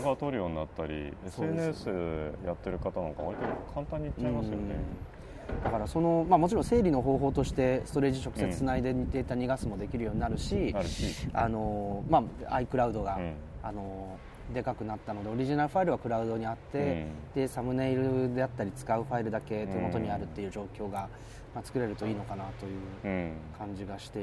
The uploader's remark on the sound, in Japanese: Appleイベント2日目、昼下がりのApple Park Visitor Center屋上で。